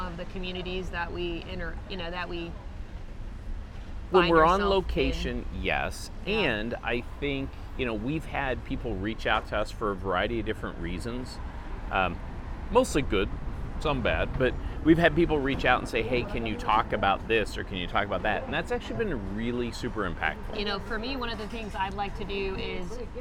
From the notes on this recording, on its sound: Sitting outside a coffee shop in Lima, Peru.